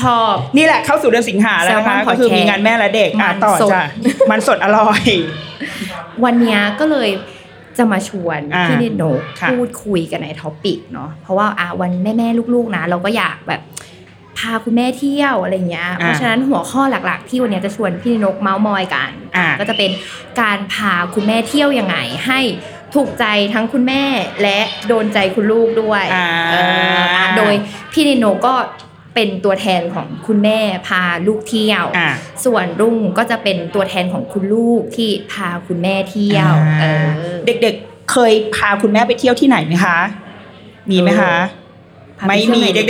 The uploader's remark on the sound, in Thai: Live Podcast ถึงตึกคิงเพาเวอร์ มหานคร เลยนะตัวเธอบนจุดชมวิวที่สูงที่สุด